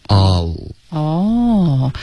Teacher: 它不是一个 or 是 or 的音，这个是 all，结尾呢舌尖要顶着上颚 all。